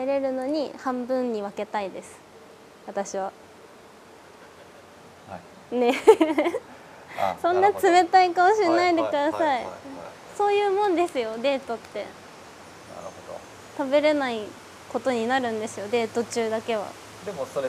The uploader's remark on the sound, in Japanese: 滝行を終えて森の中からお届け。